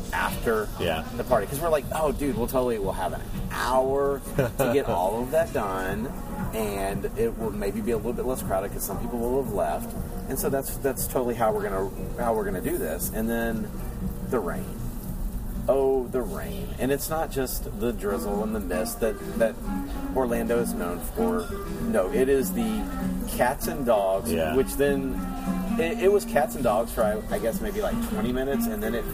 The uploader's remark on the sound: Live from Jock Lindsey’s Hangar Bar. We’re live from Jock Lindsey’s Hagar Bar in Disney Springs.